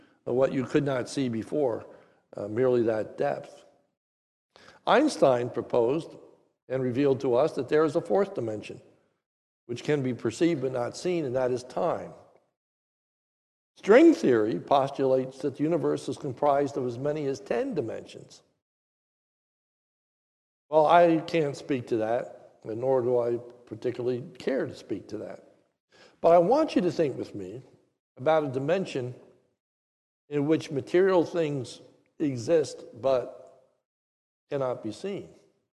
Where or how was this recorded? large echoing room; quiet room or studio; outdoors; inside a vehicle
large echoing room